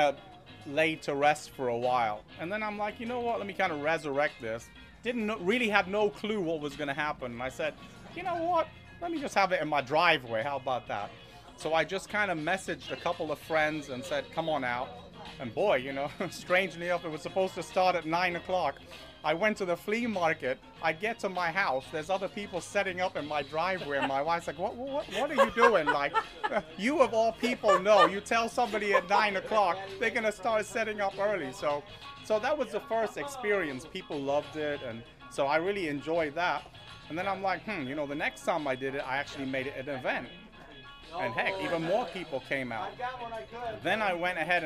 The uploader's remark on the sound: Live from the Toy swap. Goes live from the local toy swap this week.